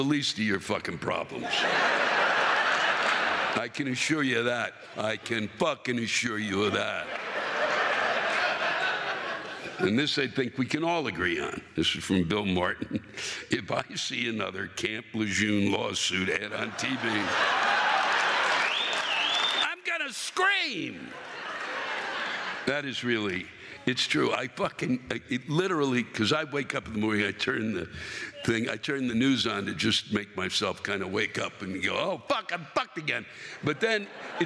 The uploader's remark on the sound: Apologies to the fans in Tucson, Arizona for the iPad not having enough juice to read all the rants that you submitted live and in person. The live rants come from this past weekend’s shows at the National Hispanic Cultural Center in Albuquerque, NM and the Fox Theater in Tucson, AZ.